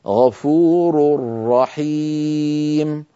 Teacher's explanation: أظن بأن الأمر واضح، ما قلناه عن النون ينطبق على التنوين، ونرى مثال أمامنا غفور رحيم تنوين بعده راء، فإذا أدغمنا التنوين في الراء التي بعده يصبح النطق هكذا كما نرى الآن على اللوحة غفور رحيم، بعد الراء المضمومة من كلمة غفور نشدد الراء التي في رحيم · Term: الراء المشددة